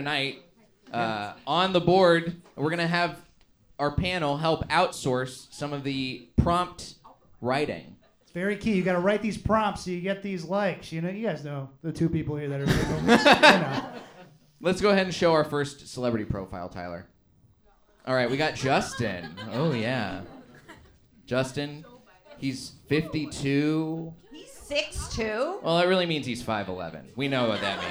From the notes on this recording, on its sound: Recorded live at The Comedy Store in Los Angeles, CA.